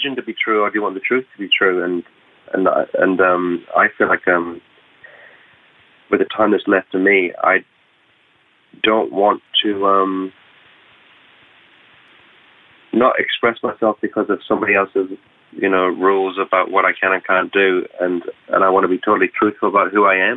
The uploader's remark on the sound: A phone interview